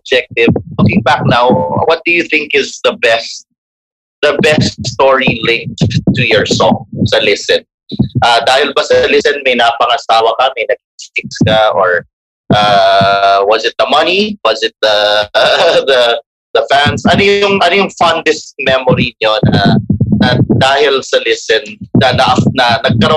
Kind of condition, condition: link, video call